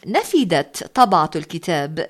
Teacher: نفدت طبعة الكتاب بالدال وكسر الفاء